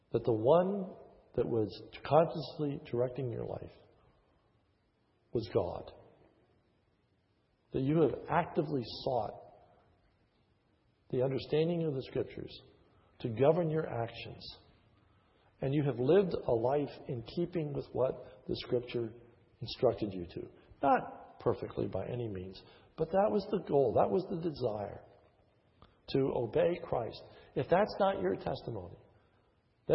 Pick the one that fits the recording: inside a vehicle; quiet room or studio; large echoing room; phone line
large echoing room